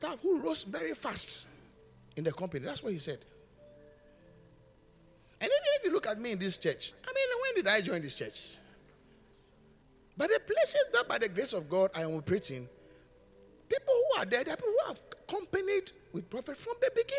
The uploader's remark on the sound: Preached at the Qodesh